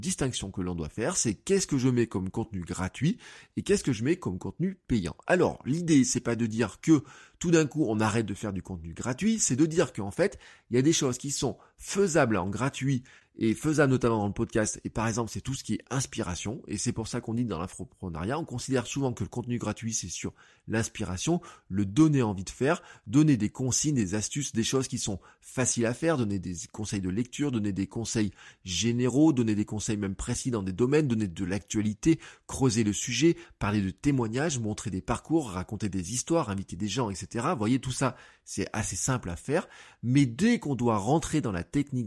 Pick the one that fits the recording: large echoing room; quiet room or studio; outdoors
quiet room or studio